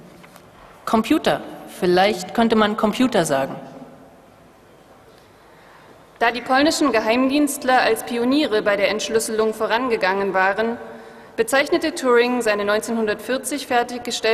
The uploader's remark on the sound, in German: Live-Performance der Hörspielwerkstatt der Humboldt-Universität Berlin